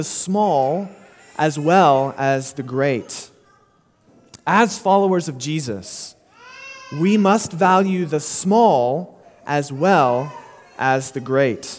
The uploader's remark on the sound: Sermon delivered at Immanuel Baptist Church in Springdale, AR on July 31, 2022